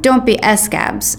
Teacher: Papa says the word scab like his tongue is a skipped record, adding a syllable up front.